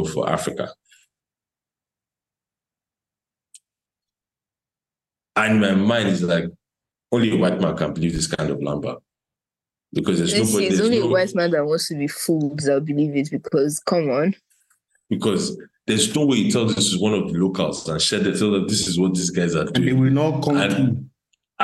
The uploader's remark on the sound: We recorded this episode remotely so if the sound quality seems a little off, that's why.